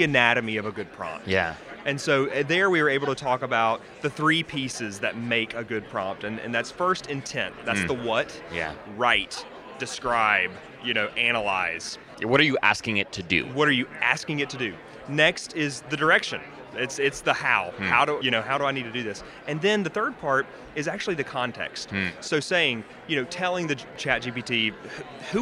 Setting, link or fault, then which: setting, busy venue